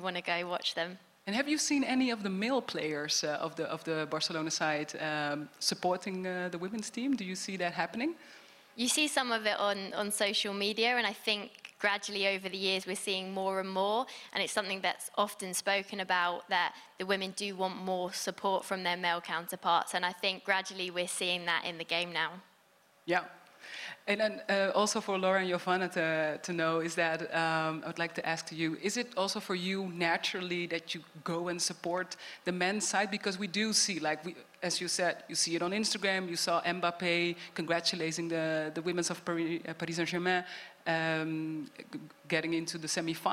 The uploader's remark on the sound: In this episode, recorded live in Turin, we take a look at the development of the women’s game.